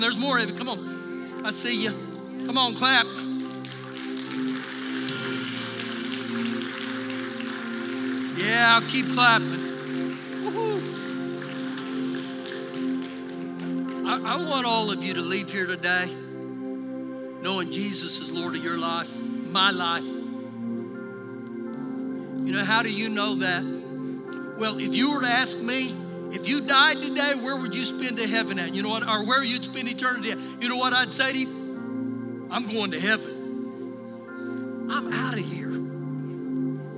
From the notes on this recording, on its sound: Recorded live during our Sunday morning service